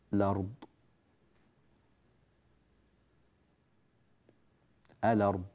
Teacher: الأرض، عندنا كلمة أرض دخل عليها ال، هذه اللام ساكنة وهذه الهمزة مفتوحة، ننقل الحركة إلى اللام فنحذف هذا السكون ونقلبه إلى فتحة، ثم نسقط الهمزة وتصير الأرض